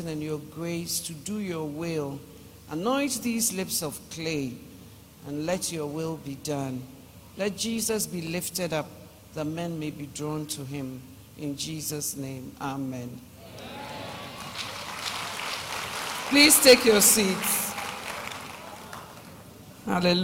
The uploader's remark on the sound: Preached at Loyalty House International, Accra Ghana